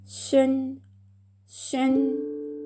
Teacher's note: 舌を上向きに反り上げて、その左右から息を漏らすようにして発音します